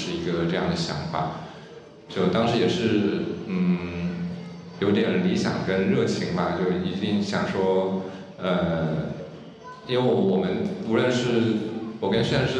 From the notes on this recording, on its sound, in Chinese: 在UABB的“关于罗湖的集体漂流分享会”录音